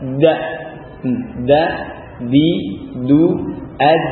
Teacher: Ba, dal dan ta min tarf lisan dari ujung lidah dengan ulya tanaya dengan gigi seri yang atas ini usul tanaya dengan pangkal gigi seri, ya.